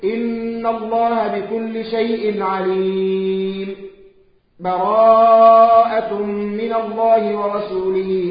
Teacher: تسكت على كلمة عليم بدون تنفس · Term: السكتة